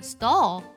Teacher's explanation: 它读作 stall，舌尖呢最后是抵在你的上齿龈这里的 stall · IPA: [stɔːl]